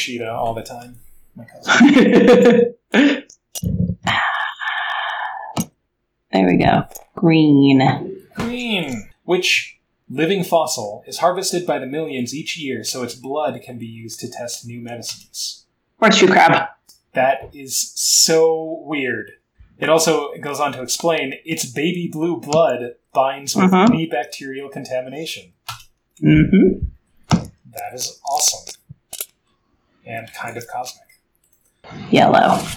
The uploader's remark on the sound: The audio quality is lower than normal